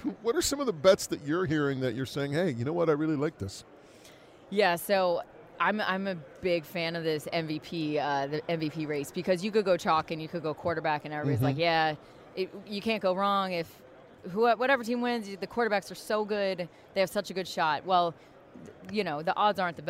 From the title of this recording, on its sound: from Super Bowl 57 in Phoenix